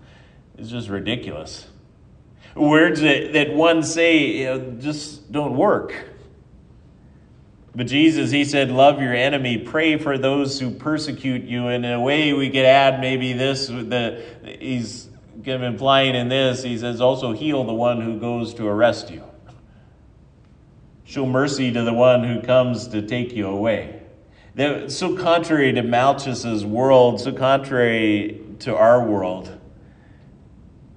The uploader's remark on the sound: Ash Wednesday sermon. At Triumph Lutheran Church, Ferndale, Washington.